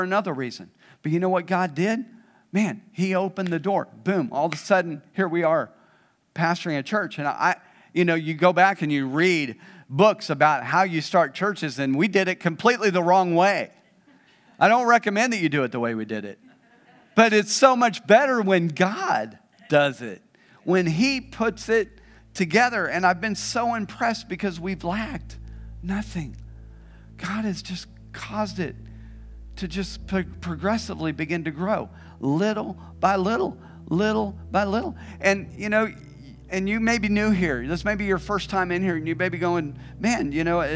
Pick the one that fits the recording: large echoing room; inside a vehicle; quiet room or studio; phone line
large echoing room